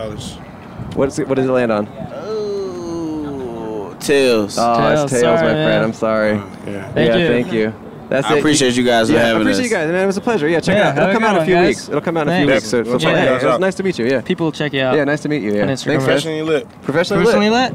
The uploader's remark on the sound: Recorded on a pedestrian bridge overlooking The Strip in Las Vegas, Nevada.